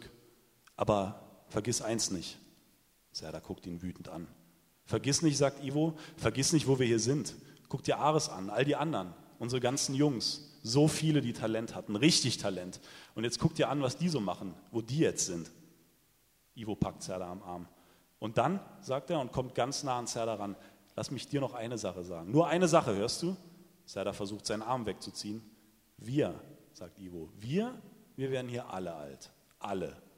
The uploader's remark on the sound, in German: liest live beim Eichborn-Salon in Köln